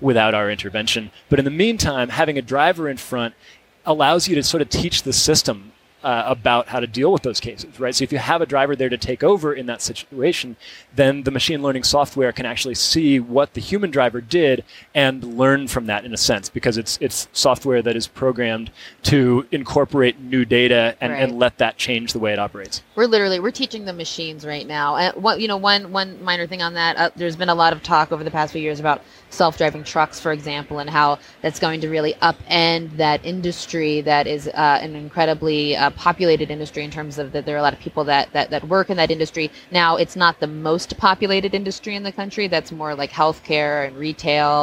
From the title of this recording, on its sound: Live from CES